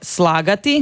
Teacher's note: Recimo, jedan dugi uzlazni je slagati, dakle, složiti u ormar nešto, slagati.